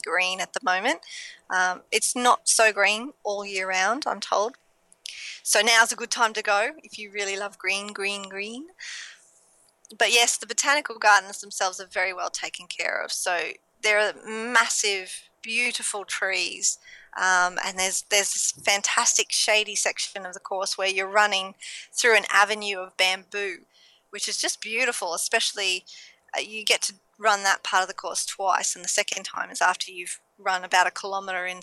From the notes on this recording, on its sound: The parkrun adventurers head to the launch of Rockhampton parkrun, catching up with locals and adventurers alike.